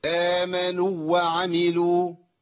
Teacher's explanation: امنوا وعملوا ده خطا يا اخي، انت كده ادغمت الواو الماديه في الواو المتحركه، انقصت من زمنها وخليتها واو عاديه تضغم